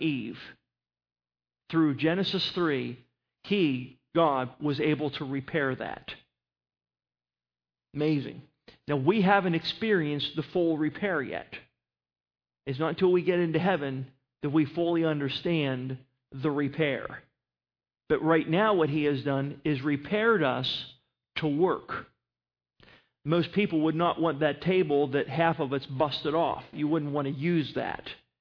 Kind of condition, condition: setting, large echoing room